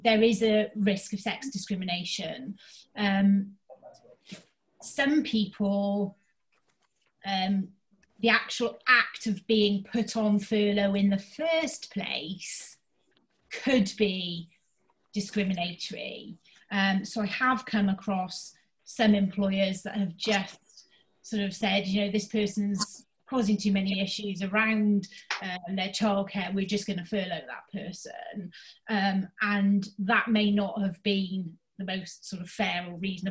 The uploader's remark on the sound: HR Insights came back in September 2020, this time as a virtual event.